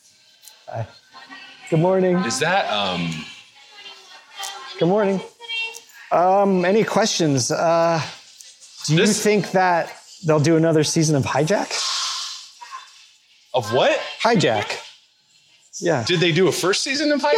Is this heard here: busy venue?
yes